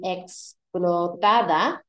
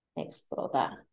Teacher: that would normally be explotada, but we drop the D and it sounds like explota · Shown in: second take